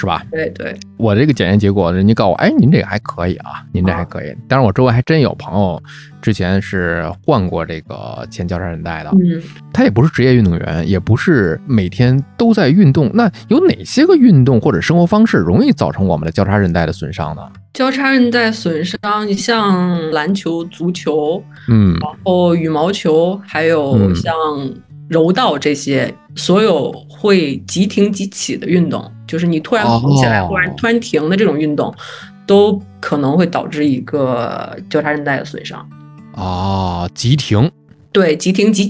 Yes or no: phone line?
no